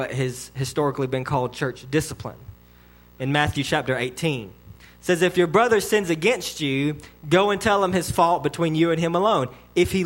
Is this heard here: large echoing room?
yes